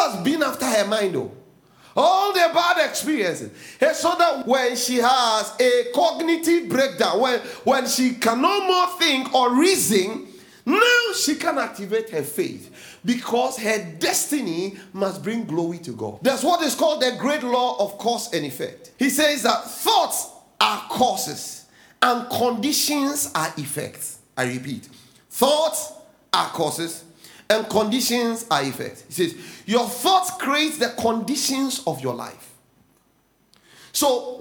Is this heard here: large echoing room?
yes